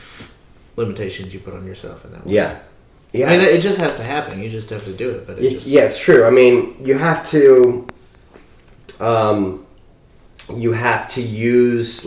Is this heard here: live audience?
no